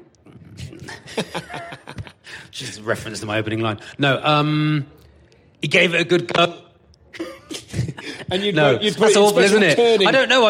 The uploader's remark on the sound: Live at Latitude Festival. Live at Latitude after a good old-fashioned cattle auction.